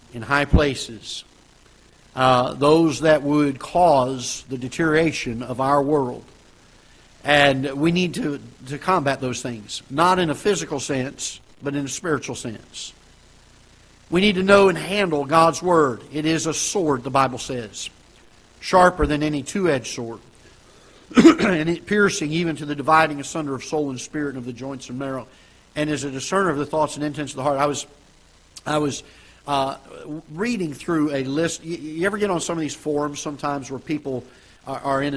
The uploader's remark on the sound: Ketha Heights Baptist Church ~ Live Broadcast.